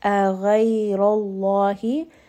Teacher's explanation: So it's a light letter, hamza. Ghayn heavy, ra heavy, name of Allah heavy.